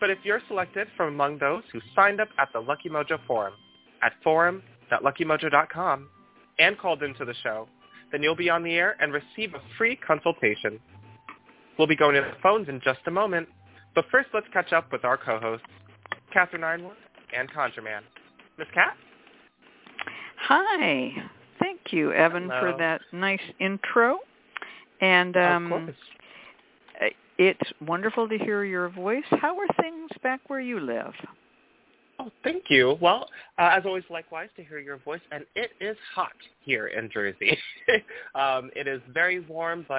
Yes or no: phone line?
yes